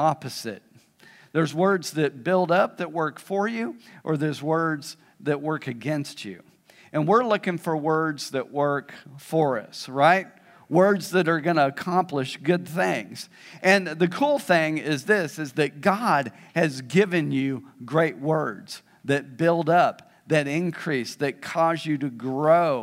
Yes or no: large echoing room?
yes